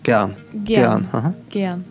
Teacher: можно немножко потверже Г и пошире Э